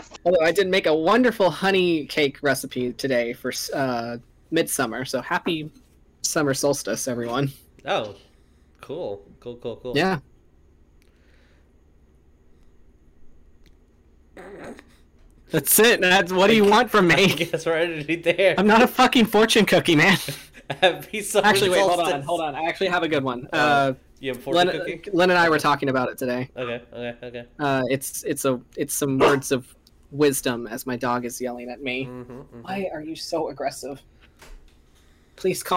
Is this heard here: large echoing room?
no